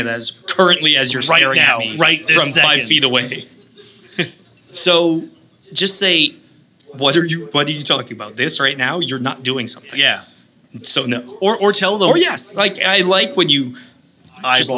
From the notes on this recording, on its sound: Recorded in March live at Black Sheep.